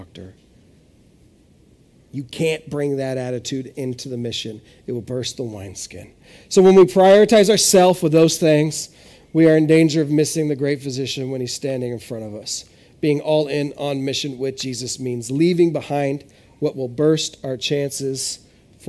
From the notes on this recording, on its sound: This is audio ripped from the Live Service video.